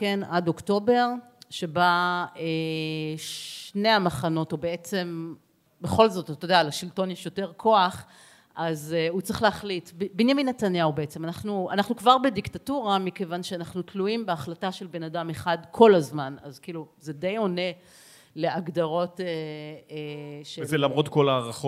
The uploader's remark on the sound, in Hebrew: לרגל המאורע המשמח הקלטנו ביום שלישי פרק מיוחד מול קהל.